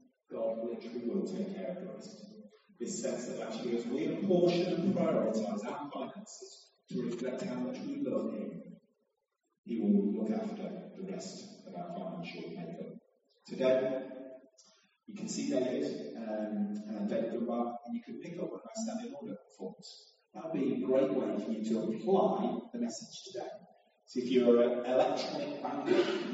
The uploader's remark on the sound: Apologies for the sound quality. Due to a technical problem we ended up using a less than ideal solution.